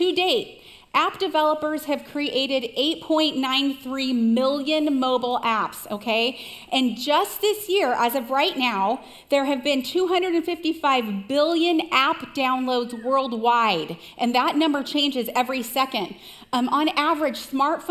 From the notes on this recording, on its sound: Recorded live at CrossWinds Church on June 25, 2023.